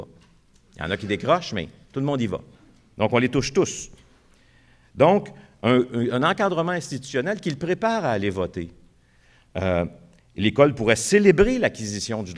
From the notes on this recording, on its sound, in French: Conférence de clôture du colloque 2017 de l'AQPC, à Montréal.